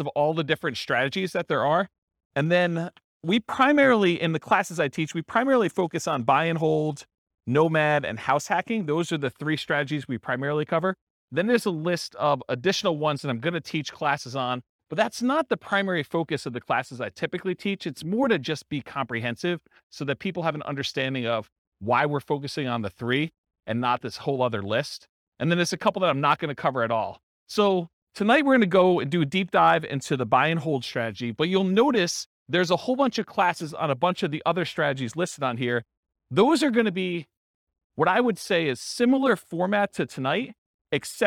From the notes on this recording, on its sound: This was a live class recorded